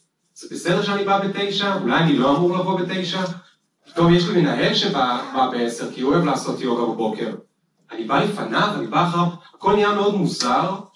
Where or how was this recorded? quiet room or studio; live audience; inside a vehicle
live audience